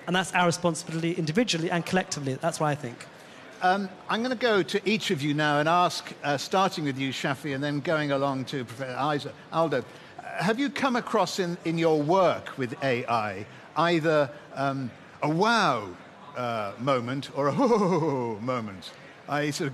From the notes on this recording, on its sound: In a special episode of the Agenda Podcast recorded live at the The AI Summit in London we asked a panel of experts.